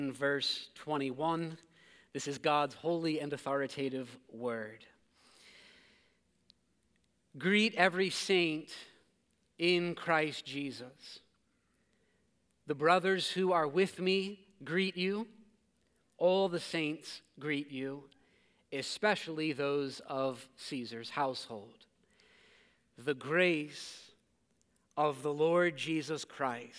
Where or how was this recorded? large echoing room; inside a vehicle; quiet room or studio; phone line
large echoing room